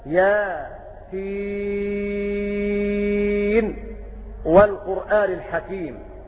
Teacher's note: كلمة ياسين قرأ أبو جعفر بالسكت على يا وسين، فيقرأ هكذا ياسين والقرآن الحكيم، وذلك كقراءته في أوائل السور، فأبو جعفر يقف على حرف الهجاء من أوائل السور التي جمعت في قولهم صله سحيرا من قطعك، هكذا.